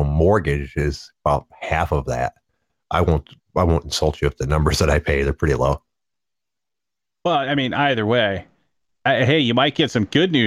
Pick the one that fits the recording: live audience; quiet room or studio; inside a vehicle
quiet room or studio